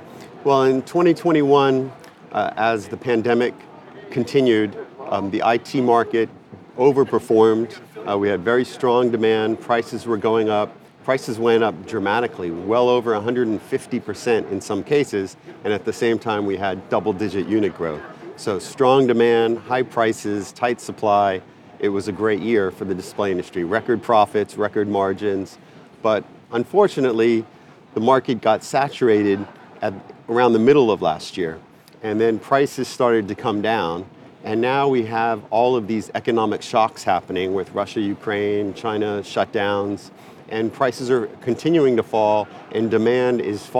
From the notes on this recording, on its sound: The new technologies shown at SID Display Week 2022 right from the show floor.